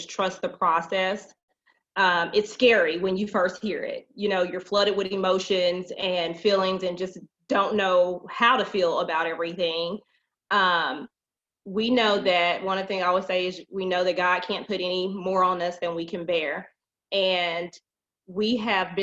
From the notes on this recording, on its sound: This time we Zoom with a special young man